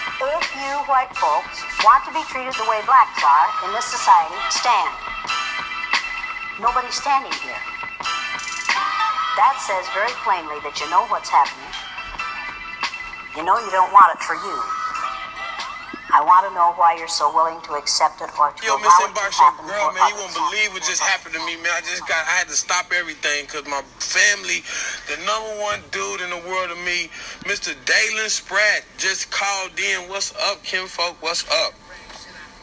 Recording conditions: phone line